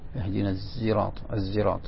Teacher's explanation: وأما الزاي فلموافقة الطاء في الجهر · Term: الزاي خالصة